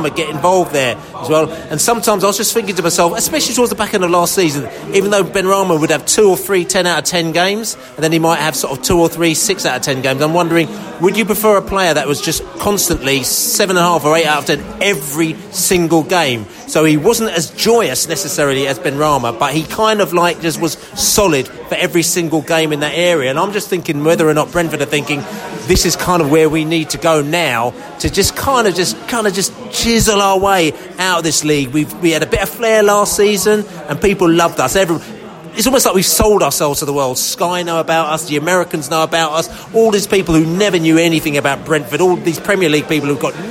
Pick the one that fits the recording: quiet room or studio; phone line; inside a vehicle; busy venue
busy venue